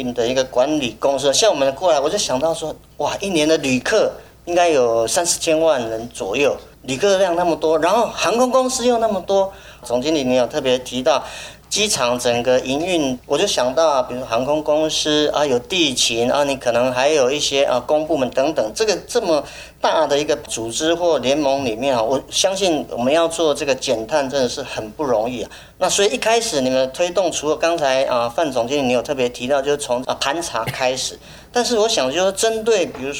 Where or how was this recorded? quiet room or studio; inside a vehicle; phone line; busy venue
busy venue